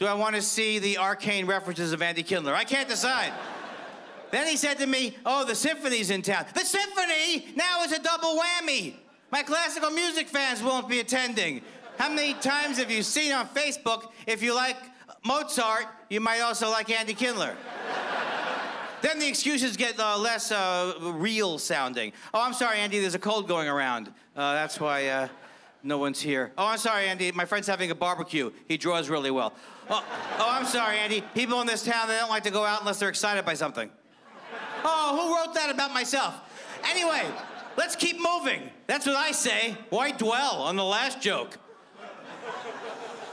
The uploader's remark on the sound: stand up from the Just For Laughs Festival in 2015